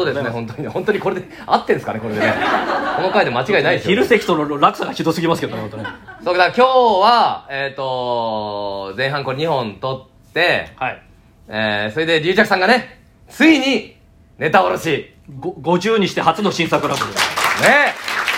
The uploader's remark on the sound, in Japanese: 公開収録。